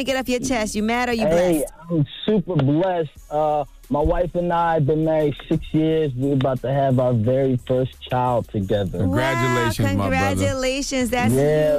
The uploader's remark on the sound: we opened up the phone lines